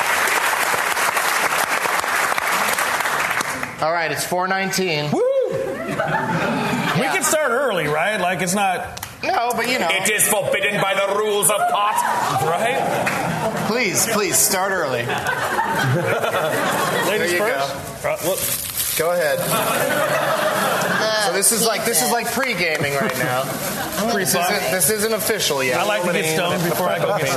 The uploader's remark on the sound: LIVE from Largo Los Angeles